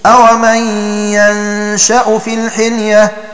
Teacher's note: بفتح الياء وتخفيف الشين ويلزمه سكون النون